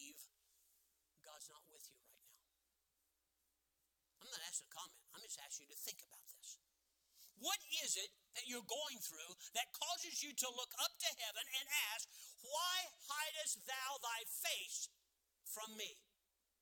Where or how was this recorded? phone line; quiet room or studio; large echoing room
large echoing room